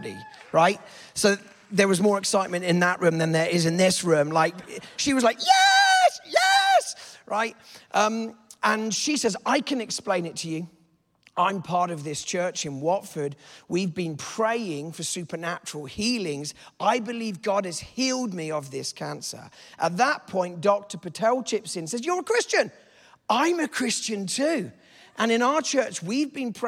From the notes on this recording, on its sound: This teaching was a session out of our Encountering God Conference.